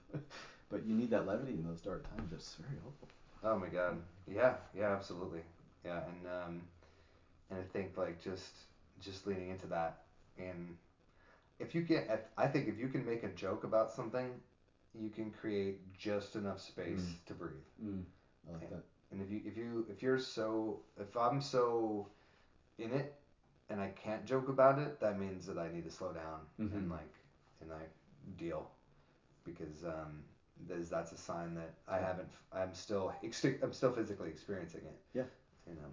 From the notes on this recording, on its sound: This was recorded early on and since then we have learned a few audio tricks which we are still perfecting